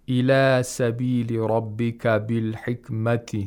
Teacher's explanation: his fathas and aliful mads, they are close to tafkhim